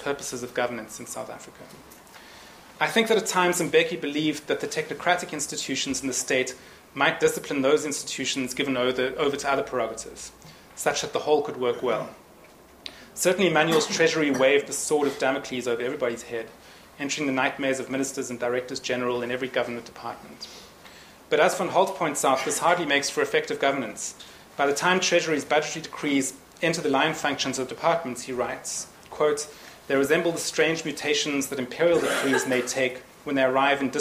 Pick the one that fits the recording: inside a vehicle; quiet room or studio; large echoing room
large echoing room